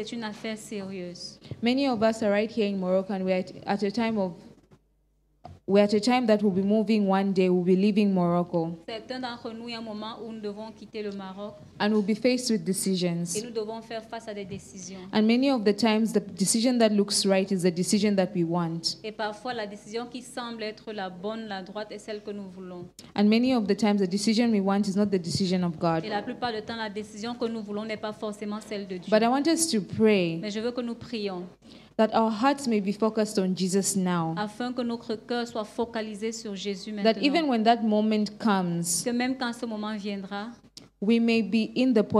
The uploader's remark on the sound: Preached during FCIM_Workers_Conference_2022 Day 1